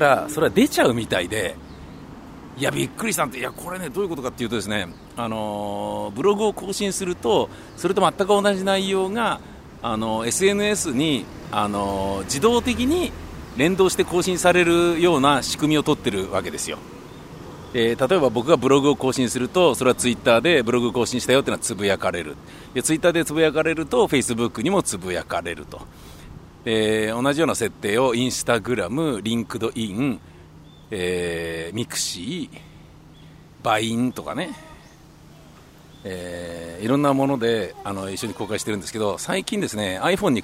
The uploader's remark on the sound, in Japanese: 本日は暑い中、大量のＭＯを持って放送曲を回るという配送日になりまして。その道中、あまりにも暑いので録音機を持ち歩きたまに立ち止まり録音。